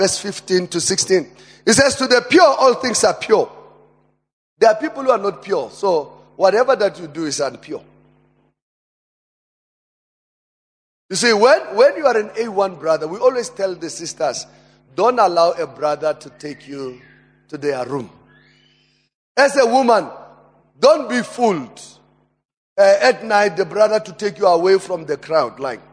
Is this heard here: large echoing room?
yes